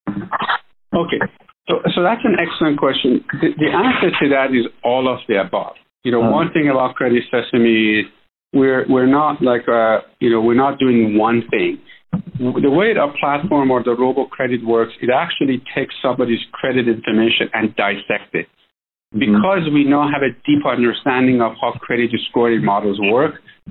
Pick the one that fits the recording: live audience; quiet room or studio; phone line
phone line